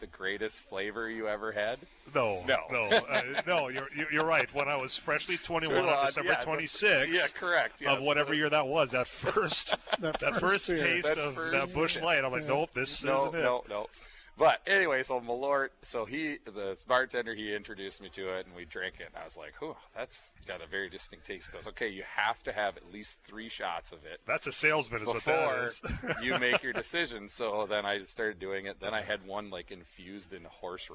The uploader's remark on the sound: live at Chub's Pub and Package Place